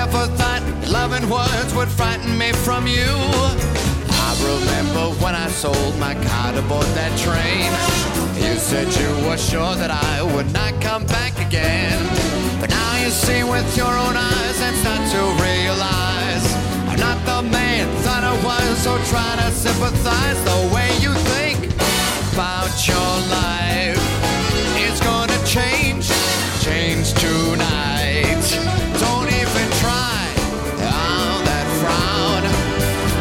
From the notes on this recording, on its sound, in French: Nous serons en live sous l’immense chapiteau de 3000 places de la Compagnie Alexis Gruss. C’est en musique et devant une répétition équestre privée.